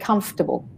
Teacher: So there's a F-O-R in the middle, but we don't say it. Mm-hmm. The O-R we don't say.